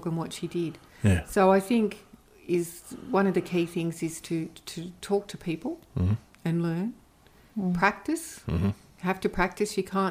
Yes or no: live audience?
no